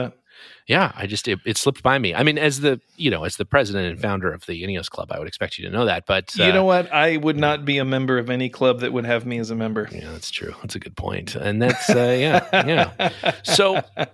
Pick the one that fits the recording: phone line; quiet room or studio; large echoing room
quiet room or studio